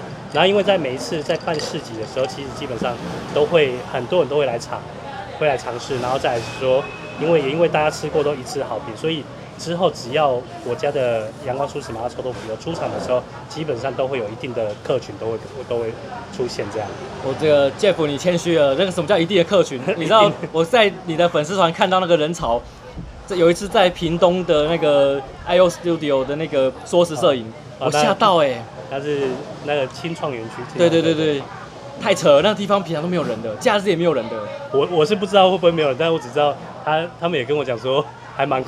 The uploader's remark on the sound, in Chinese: 錄音地點：Chen Coffee。